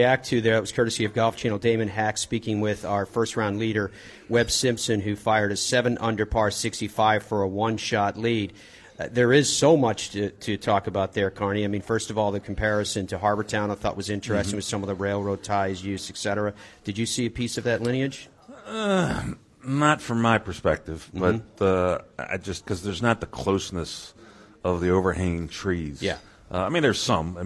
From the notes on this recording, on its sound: Live from RSM Classic. As we broadcast live from Sea Island and the RSM Classic.